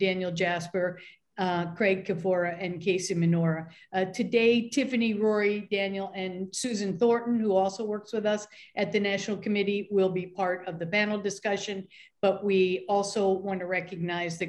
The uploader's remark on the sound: The National Committee on American Foreign Policy and the National Committee on U.S.-China Relations hosted a virtual program.